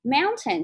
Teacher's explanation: 美国人在发音的时候，他不发成 ten，他发成我们中国的那个嗯的那个音